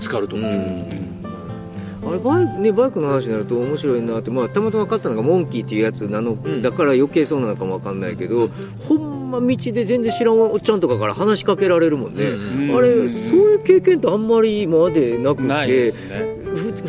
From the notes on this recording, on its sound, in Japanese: 富士山をバッグに３人対談。